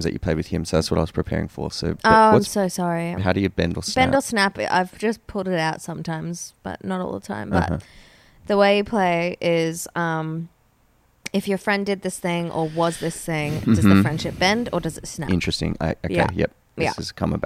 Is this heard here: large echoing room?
no